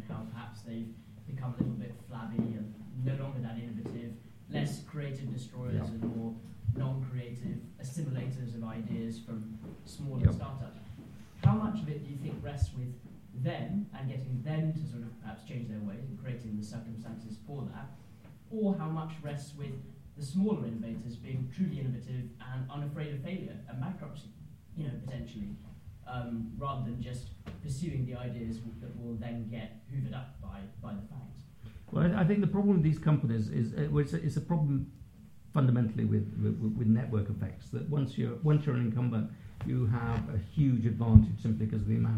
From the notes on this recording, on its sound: A recording of the most recent CapX Live event. Came to CapX HQ to talk about his new book.